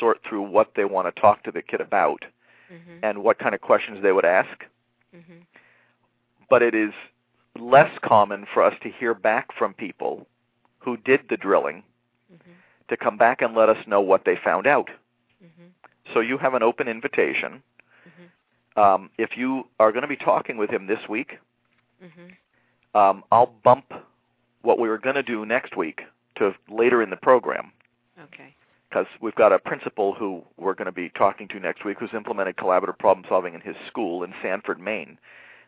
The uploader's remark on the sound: A special education teacher called